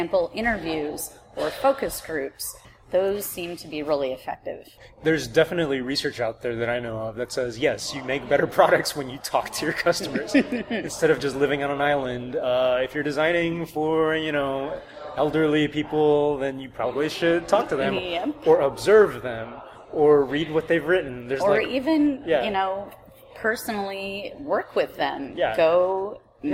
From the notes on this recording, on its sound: This episode was recorded in a market in Austin, TX, so there is some background noise.